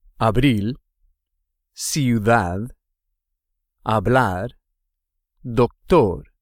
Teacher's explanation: If a word doesn't have a written accent and ends with a consonant other than N or S, the stress or the most verbally emphasized part of the word is on the last syllable